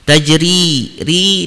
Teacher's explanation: ada ro tarkik atau ro tipis karena ro-nya berharokat kasroh dan juga dibaca panjang mad tabi'i karena ya sukun sebelumnya berharokat kasroh, jadi tajri.